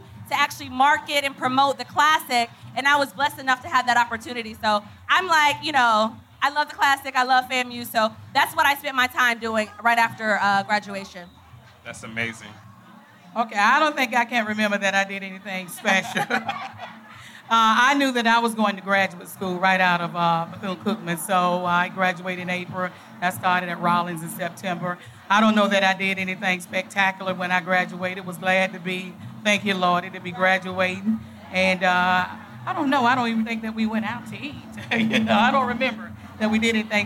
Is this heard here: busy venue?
yes